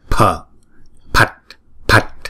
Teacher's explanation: chữ pờ nhưng mà nó nhiều hơi một chút, chúng ta đưa nhiều hơi ra